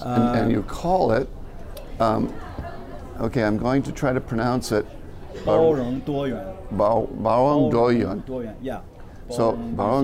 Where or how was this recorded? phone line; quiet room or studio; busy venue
busy venue